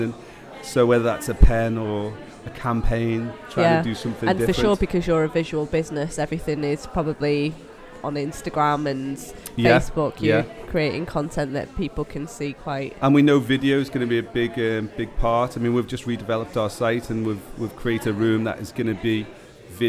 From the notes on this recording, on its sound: Live at the Liverpool Business Fair the team interview a number of visitors and exhibitors.